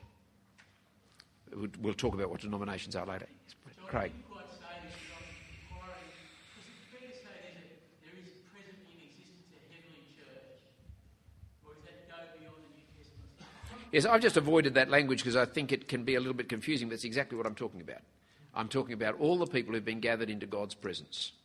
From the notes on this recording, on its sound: at the annual conference for the Fellowship of Independent Evangelical Churches